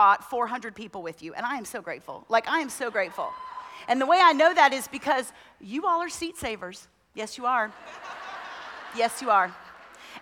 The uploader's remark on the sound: Women At The Mount Conference 2023 :: Session 1